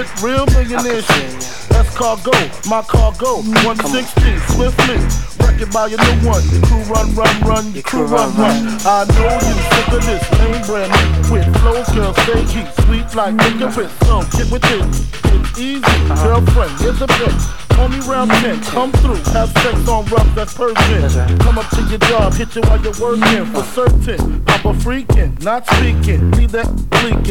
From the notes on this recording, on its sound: Recorded at The Ozone